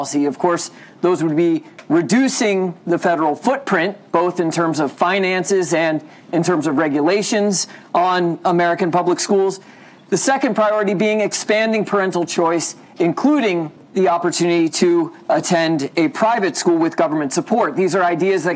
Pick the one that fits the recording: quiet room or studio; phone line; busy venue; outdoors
busy venue